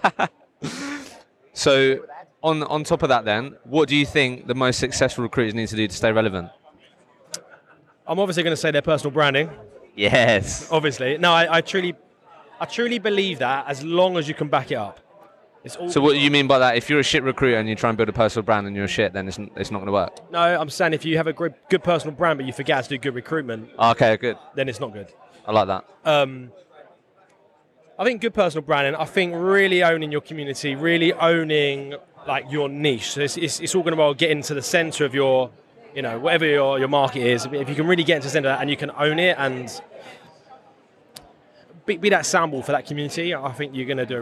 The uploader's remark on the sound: The Future of Recruitment at the Recruitment Agency Expo in Birmingham. I recently attended the Recruitment Agency Expo in Birmingham, so I thought I would walk around with the microphone and record some podcast episodes on the future of Recruitment!